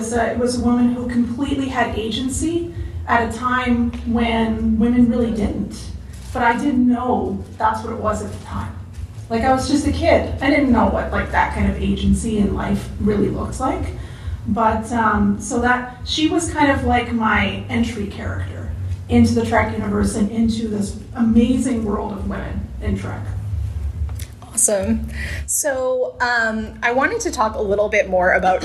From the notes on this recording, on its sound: Live panel recording from Montreal Comiccon 2022